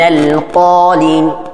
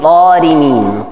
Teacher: Sebab Qaf tempat keluarnya dari aqsal lisan, belakang lidah. · Shown in: first take